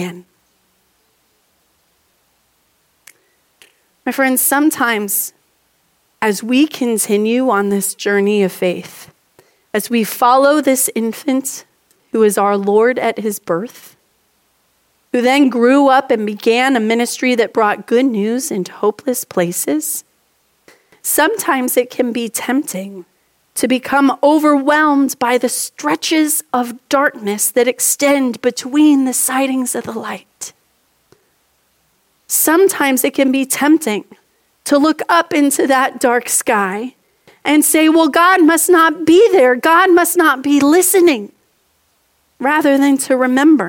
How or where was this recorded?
large echoing room